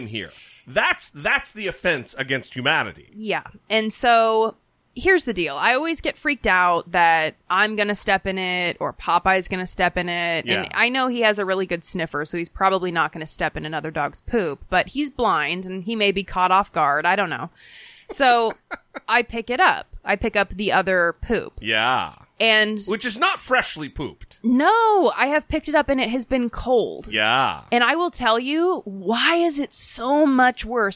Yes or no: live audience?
no